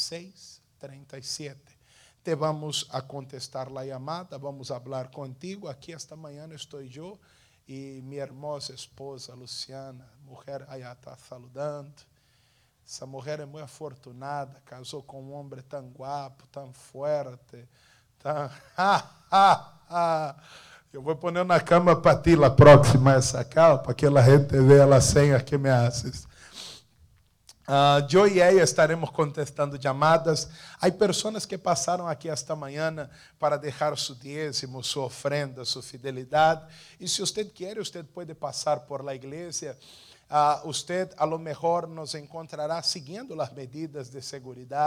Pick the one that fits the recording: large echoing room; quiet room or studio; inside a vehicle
large echoing room